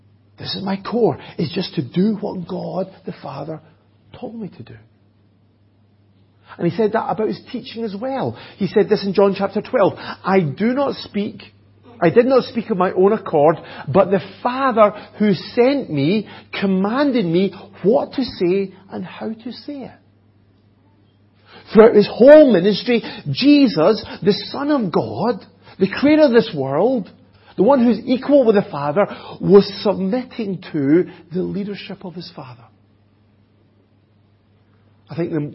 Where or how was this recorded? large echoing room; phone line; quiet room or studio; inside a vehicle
large echoing room